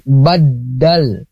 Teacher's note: Nah jadi tidak badal ya, tapi badal, jadi ada penekanan pada huruf yang bertasdid yaitu dal